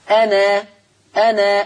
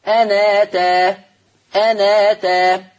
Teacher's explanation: تحريك النون بحركة الهمزة · Term: النقل